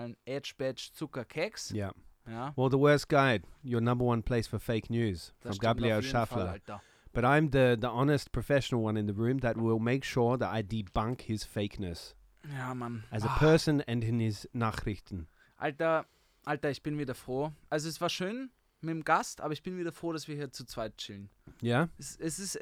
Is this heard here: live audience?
no